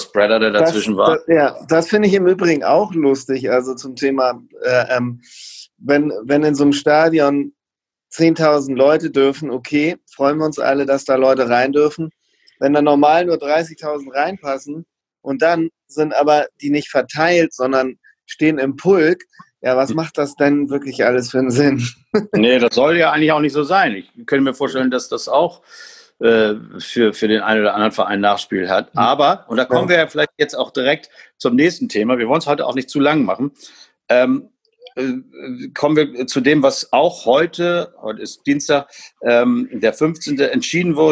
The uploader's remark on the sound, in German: Aus Gründen ist diese Folge wieder mit Zoom aufgenommen und weil wir die Zeitbegrenzung von 45 Minuten verpennt haben, gibt es auch nur ne halbe Abmoderation.